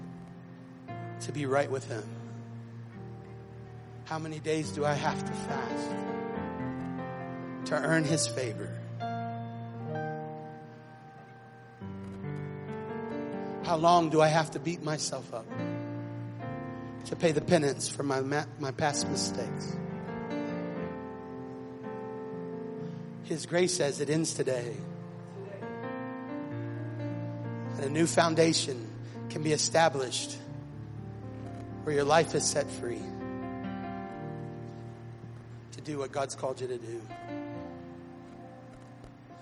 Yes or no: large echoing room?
yes